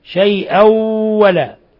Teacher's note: تنوين فتح جاء بعده الواو إدغام بغنة